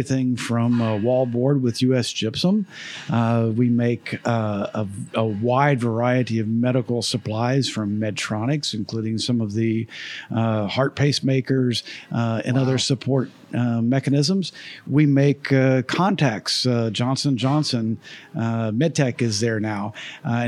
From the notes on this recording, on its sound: Recorded live at the 2023 Make More Manufacturing Summit , hosted at the iconic Dr. Phillips Center for the Performing Arts .